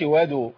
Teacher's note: ما قولش وادوا كده انا عملت ضم للدال. هي وادعوا.